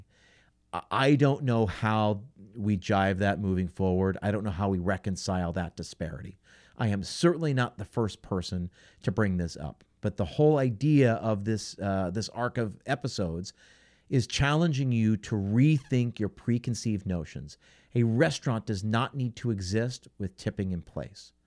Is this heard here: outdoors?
no